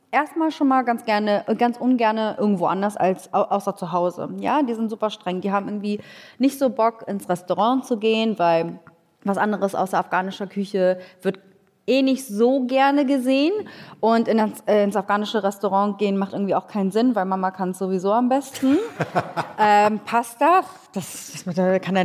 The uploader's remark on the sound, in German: Die live auf dem ZEIT ONLINE Podcast-Festival aufgezeichnet wurde.